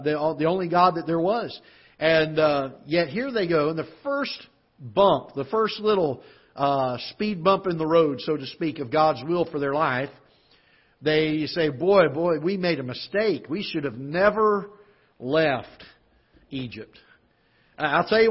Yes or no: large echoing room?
yes